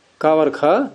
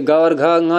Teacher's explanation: क और ख ये श्वासानुप्रदान और ये ग और घ ङ ये है नादानुप्रदान, वो घोष कहलाते हैं